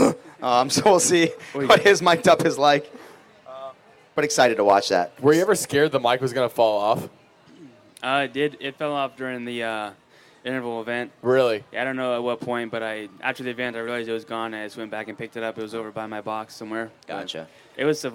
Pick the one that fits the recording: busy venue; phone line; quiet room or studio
busy venue